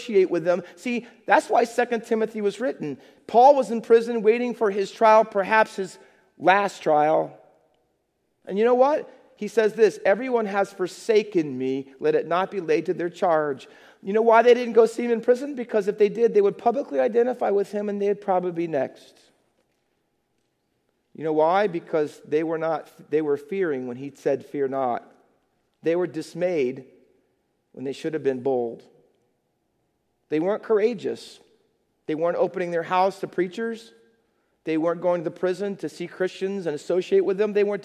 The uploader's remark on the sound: Faith Baptist Church in Hamilton, NJ.